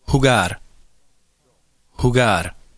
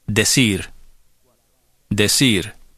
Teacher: When the letter R occurs at the end of a word, the tap sound is very soft, somewhat like the unreleased final stop sound in cod.